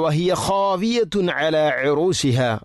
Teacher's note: ഇവിടെ ഖാവിയതുൻ തൻവീന് ശേഷം ഐനാണ്, അവിടെ ഇളഹാർ ചെയ്യുക, വെളിവാക്കണം, മണിക്കേണ്ടതില്ല